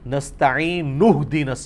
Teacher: وہ الف کو اڑا دیں گے اور نون کو ڈائریکٹ ہا سے ملائیں گے، کیونکہ وہ اب اس کو ملا کے پڑھ رہے ہیں.